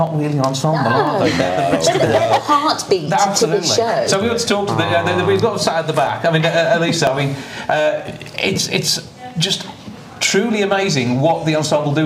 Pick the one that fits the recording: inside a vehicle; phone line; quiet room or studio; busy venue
busy venue